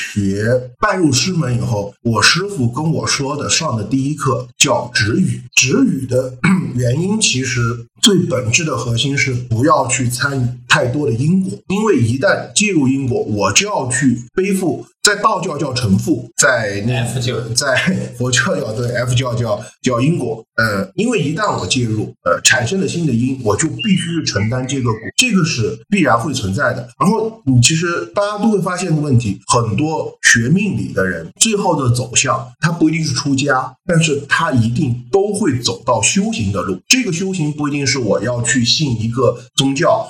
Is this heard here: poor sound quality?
yes